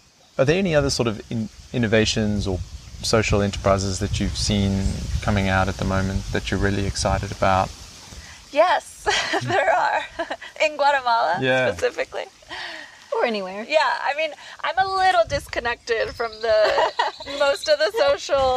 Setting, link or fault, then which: setting, outdoors